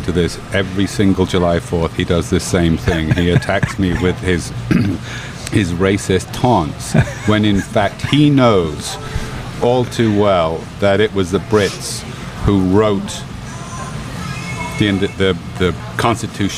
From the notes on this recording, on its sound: Recorded at Emerald Republic Brewing.